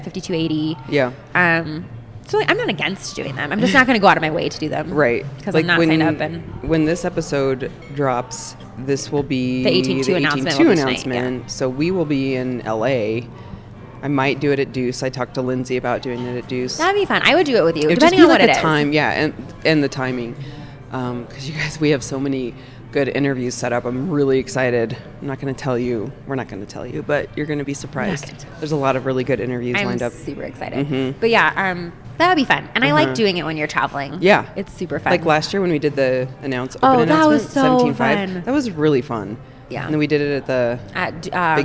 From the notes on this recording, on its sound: we sat down at our favorite breakfast spot in Denver to record a “just us” episode!